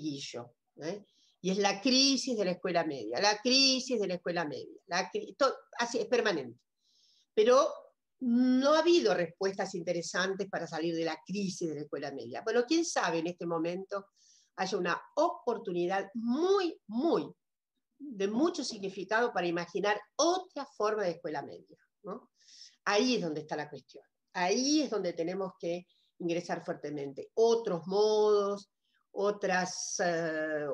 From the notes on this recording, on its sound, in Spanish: por YouTube, con participación en VIVO con el chat